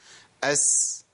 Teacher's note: مشي زياده عن النون والعين واللام والميم والراء، مشي زياده شويه. · Term: رخاوه